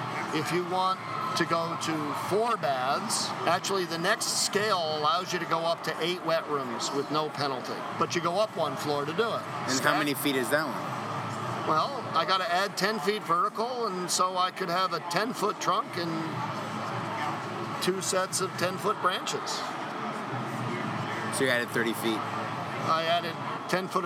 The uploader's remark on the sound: Live from the Texas Society of Architects 2017 Expo and Convention. Our live recorded episodes at the 2017 TxA Expo & Convention.